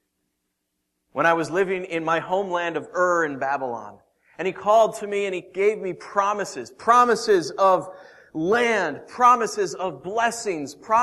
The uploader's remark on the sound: Originally preached April 19th & 20th 2014 at The Orchard Church. Originally preached April 19th & 20th 2014 at The Orchard Church.